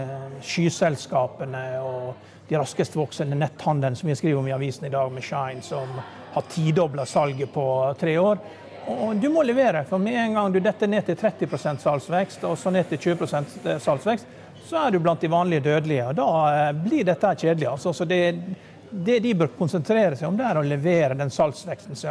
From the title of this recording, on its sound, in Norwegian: Live fra Pareto-konferansen